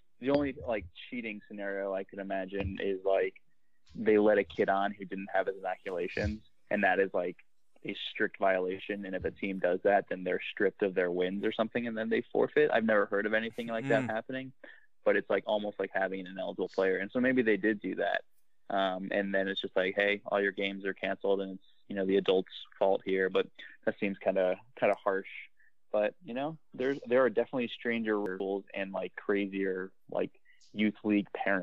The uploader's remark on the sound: the podcast turns into more of a conference call